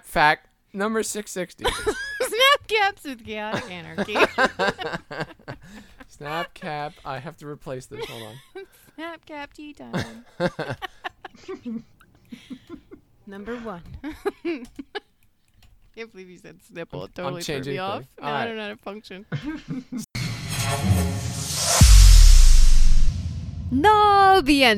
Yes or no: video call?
no